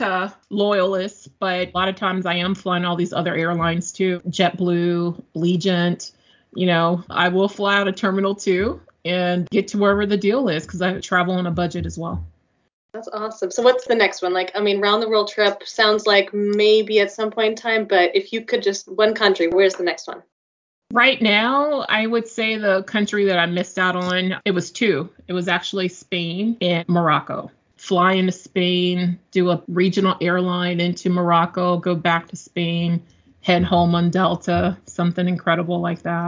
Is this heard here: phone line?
no